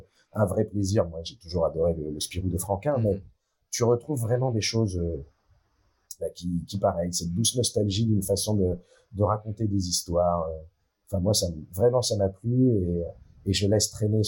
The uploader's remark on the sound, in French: Je tiens à m’excuser pour la qualité sonore de l’émission, mais comme je l’ai dit en introduction, j’ai du faire face à un problème technique que je n’ai su résoudre.